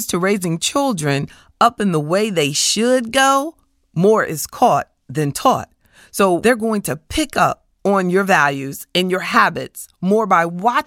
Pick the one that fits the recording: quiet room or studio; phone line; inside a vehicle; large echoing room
quiet room or studio